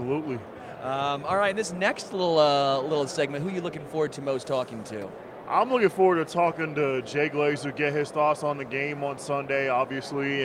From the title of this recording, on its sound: Live from Super Bowl LVII